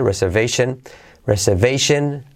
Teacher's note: la segunda R de reservation es como que, se omite, se dice muy suavecito